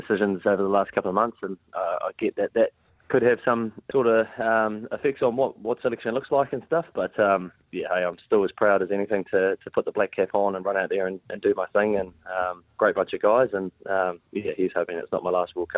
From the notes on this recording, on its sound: joins us on the phone